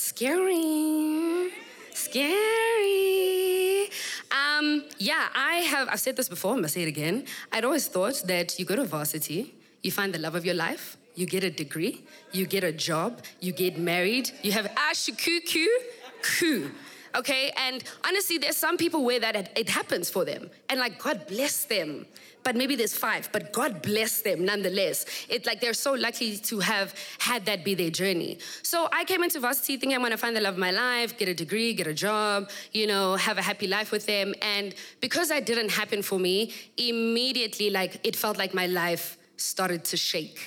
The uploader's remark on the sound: We kick off season 3 with the first episode recorded at my live podcasting event; The Assembly.